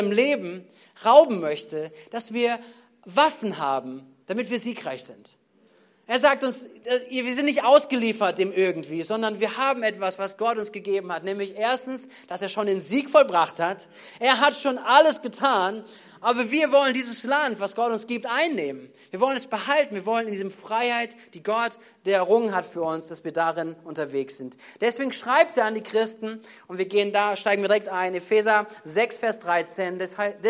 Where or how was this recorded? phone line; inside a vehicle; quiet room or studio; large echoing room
large echoing room